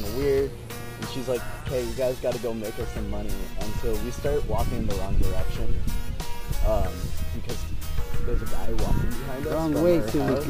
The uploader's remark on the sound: We recorded ths episodeat the park.